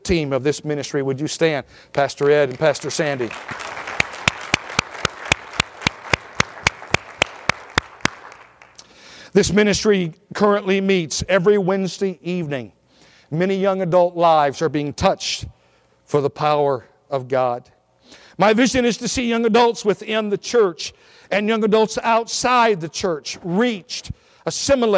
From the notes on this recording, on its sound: at Victorious Life Church of God during the 11am Sunday morning service on January 8, 2017